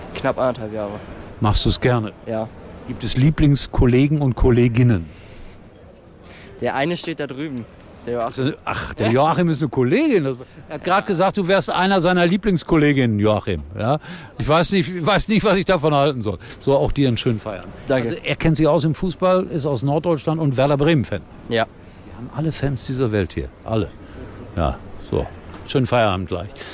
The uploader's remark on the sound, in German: Für SKY in Mainz. Exklusive Aufnahmen Backstage von der SKY- Übertragung.